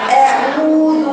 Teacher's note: بجيبها من الجوف عميقه، ما تجيبهاش طريه · Term: حرف المد